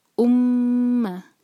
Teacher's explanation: میم پر شدہ، اس کا مطلب ہمیں یہاں پہ میم پر غنہ کرنا ہے. یہ ہم پہلے سیکھ چکے ہیں، میم کو ہولڈ کریں گے دو سیکنڈس.